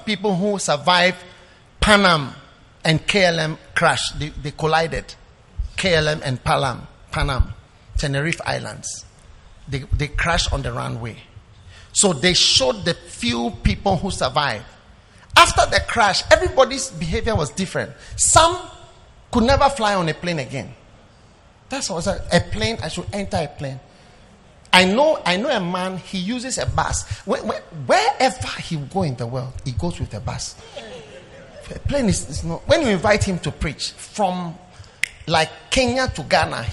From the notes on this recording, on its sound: Preached at the Prophetic Encounter Service.